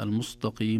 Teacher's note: المستقيم تجد السين تنحو نحو الصاد والتاء نحو الطاء